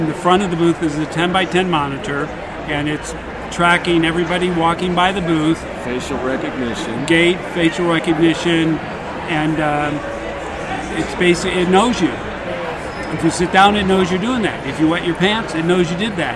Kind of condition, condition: setting, busy venue